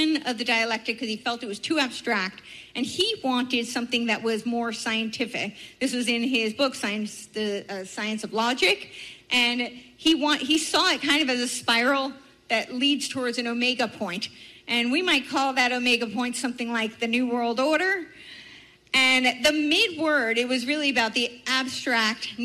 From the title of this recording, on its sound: Speaks At Fall Freedom Fest